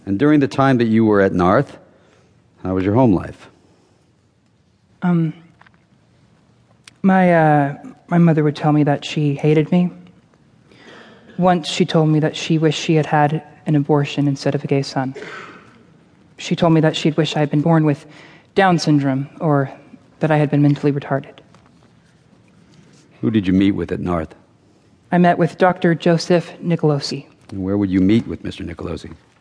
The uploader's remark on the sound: Recorded before a live audience at the Wilshire Ebell Theater, Los Angeles, on March 3, 2012.